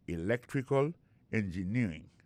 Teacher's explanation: Engineering, ça, l'accent tombé le même sur avant dernier syllabe là.